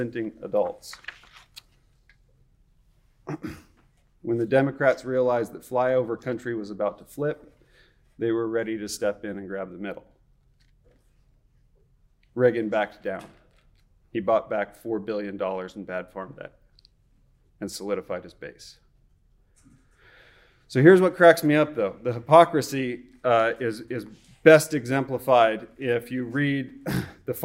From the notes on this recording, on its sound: Recorded October 22, 2021 at the 2021 Fall Forum in Moscow, Idaho.